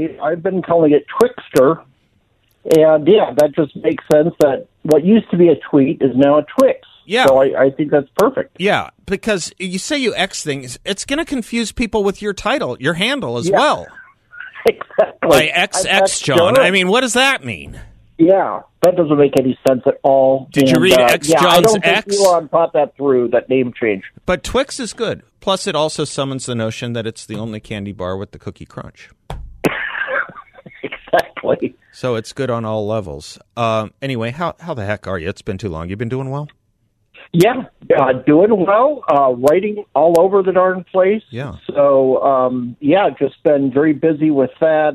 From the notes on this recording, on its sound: joins by phone